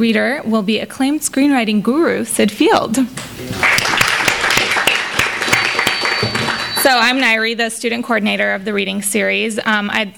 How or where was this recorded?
live audience